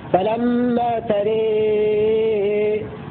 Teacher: يميل الألف التي بعد الراء والألف التي بعد الهمزة مع تسهيل الهمزة